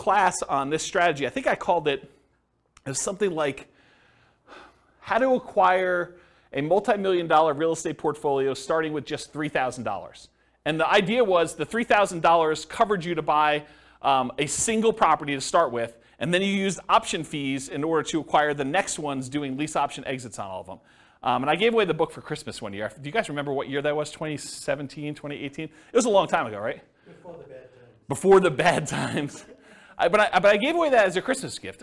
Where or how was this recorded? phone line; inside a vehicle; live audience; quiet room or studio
live audience